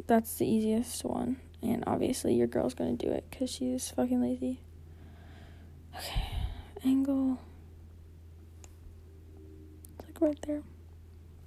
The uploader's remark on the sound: After being on hold in my phone but then I switched AirPods and it sounds like I’m on a phone call.